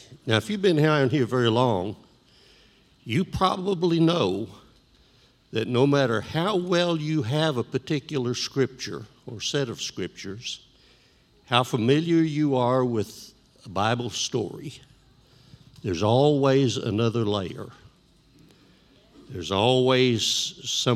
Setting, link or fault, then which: setting, live audience